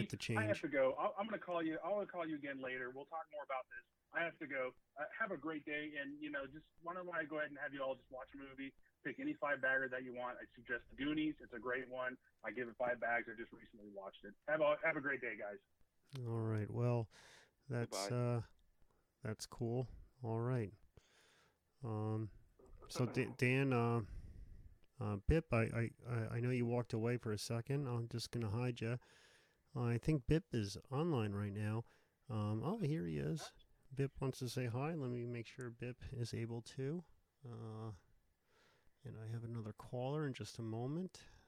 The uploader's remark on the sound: live call-in show